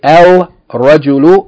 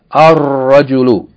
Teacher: we're not going to say al-rajulu. What we're going to say? Ar-rajulu, doubling the shadda, I mean the ra with shadda · Shown in: second take · Ar-rajulu, the man. · Term: sun letter